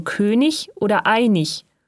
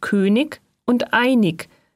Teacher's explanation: Die Endung IG wird ich gesprochen · Shown in: first take